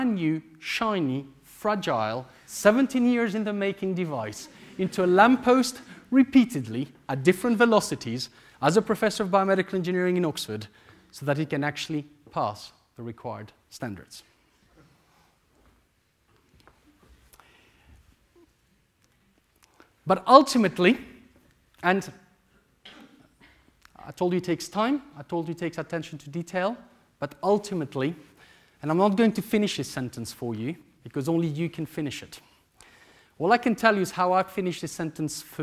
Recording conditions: large echoing room